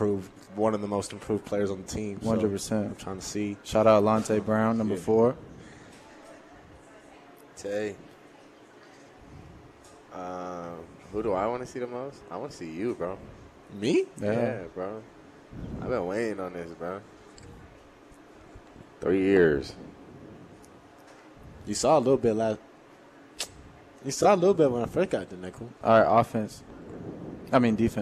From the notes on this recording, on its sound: Live from Daq Shack!